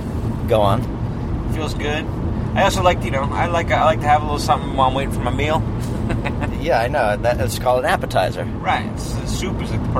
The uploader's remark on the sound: Just toured the Midwest. They recorded as they drove from town to town.